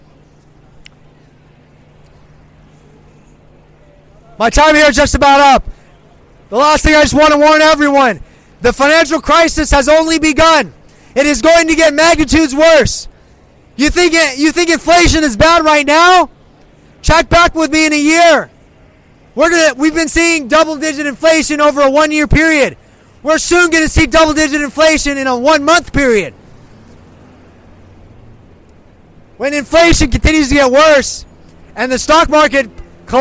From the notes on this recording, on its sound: Speaking live at Hollywood and Highland